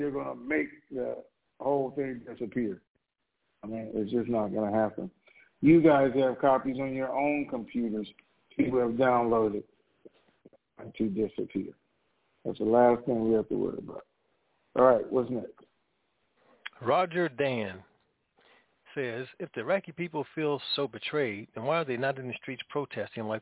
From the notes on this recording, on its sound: TNTSuperfantastic Conference Call